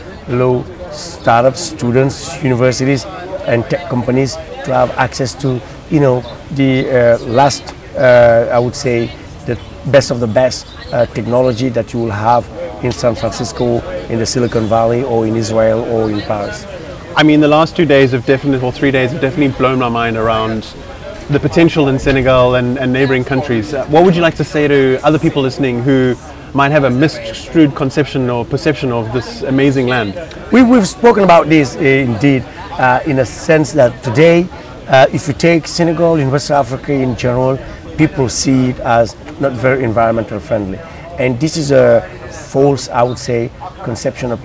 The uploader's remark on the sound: recorded at the AfricArena West African Summit in June 2021, held at The Raddison Sea Plaza hotel in Dakar.